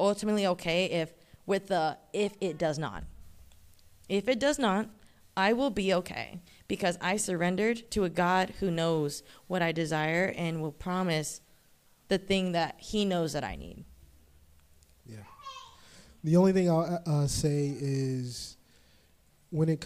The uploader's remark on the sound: Live Event Recording